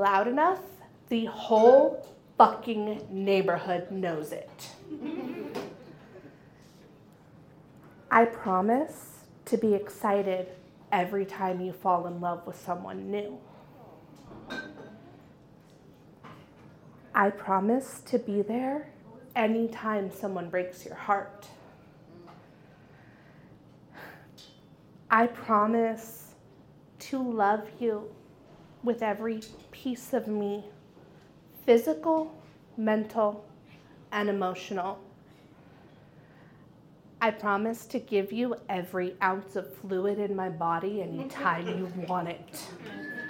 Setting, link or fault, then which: setting, live audience